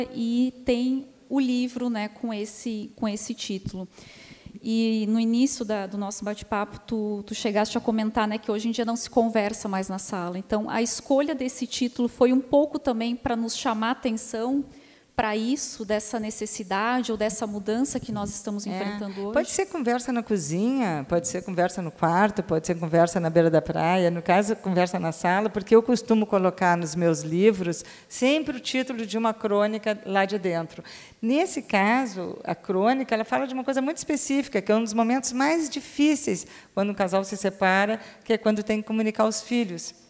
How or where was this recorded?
busy venue